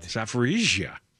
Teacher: you just blur the first zh into the second zh